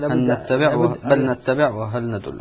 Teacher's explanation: لما ندغم اللام في النون أصبحت نونا مشددة · اللام الأولى سقطت، اللام سقطت ذات صفة، لكن بقيت النون بغنتها موجودة وهي صفة المدغم فيه، كأنها نون مشددة. هي تصبح نون. · Term: إدغام كامل